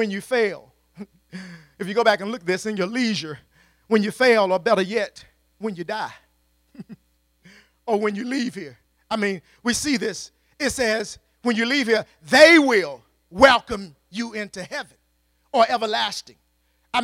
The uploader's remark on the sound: at Faith City Church in Clayton NC